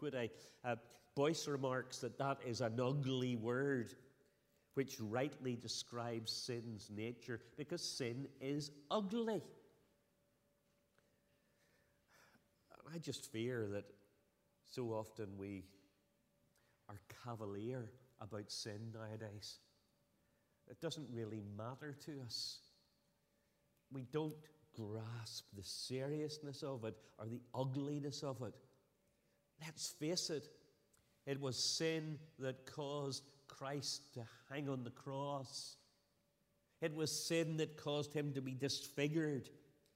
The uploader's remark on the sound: Sunday 8th October 2023 evening service